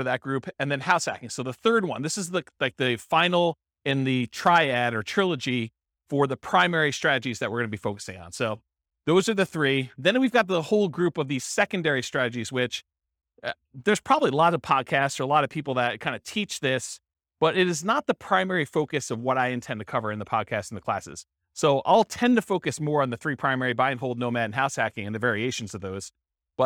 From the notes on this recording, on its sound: This was a live class recorded